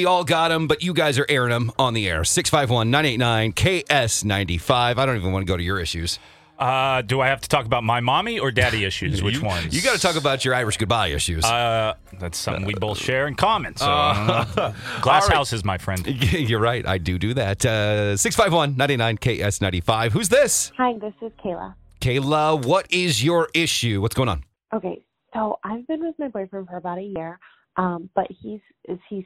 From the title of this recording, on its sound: Lets Take Some Calls